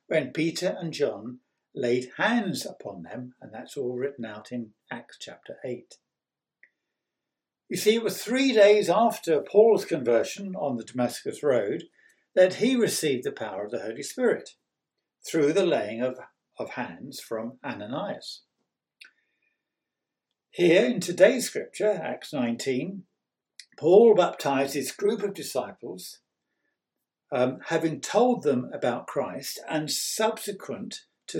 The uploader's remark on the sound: On 9th May 2021 at King's Church, Cockermouth. At King's Church, Cockermouth, as an audio file.